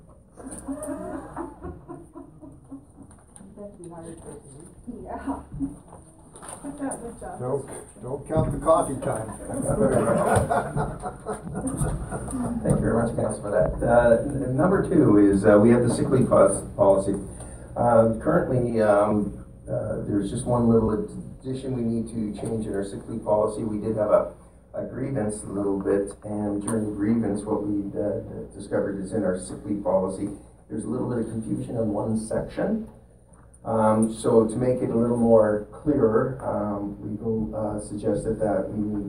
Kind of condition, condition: setting, large echoing room